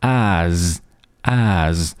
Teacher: 它的发音并不是轻辅音 s，而是一个浊辅音 z 。所以说在读的时候呢，要把它读成 as，as。那后面的这个 usual，它其实的发音并不是，啊，usualusual。好多同学把它读成 usual，听起来呢，不是那么的饱满。那它的发音呢，应该是 usual。那这个里面我们看到添加到了一个 w 这样的音，usual，whoa，whoa，whoa，whoa，whoa，有这样的音在里面，并且结尾呢，是一个 l，一个辅音 L 的这样一个发音，你需要注意的是，要把舌尖顶到上牙膛，才能准确地发出这个发音。所以说，usual，它其实呢，就变成了三个